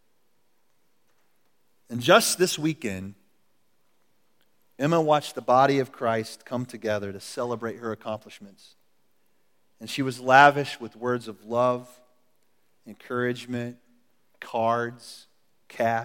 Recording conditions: large echoing room